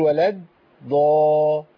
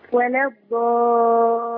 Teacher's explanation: ضاد مشدده اولها ساكن والساكن ده ضاد وليس دال · Shown in: second take · لان ده بيقع فيه بعض الناس يقول ولاد ضا.